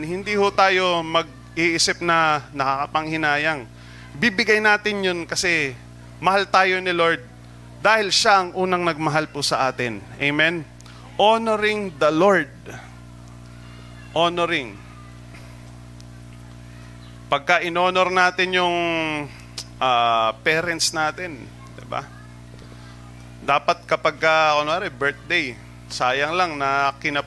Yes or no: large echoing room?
yes